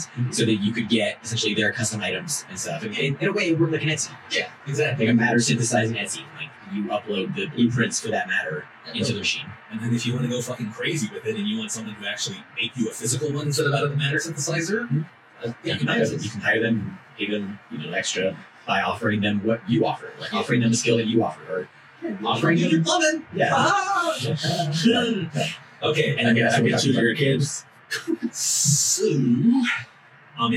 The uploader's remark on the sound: Audio is not up to snuff due to technical issues